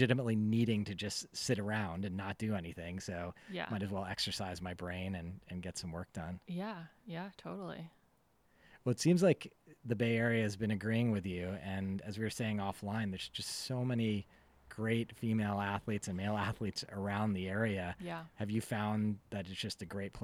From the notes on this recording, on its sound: This week we sit down face to face. This conversation happened to be recorded in my backyard. Please enjoy the ambience that nature can provide.